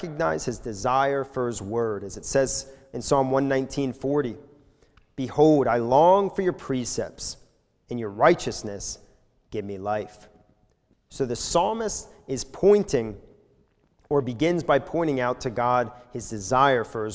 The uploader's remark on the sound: This sermon was recorded live at the Lebanon Bible Fellowship Church in Lebanon, PA during the evening service on 07/18/2021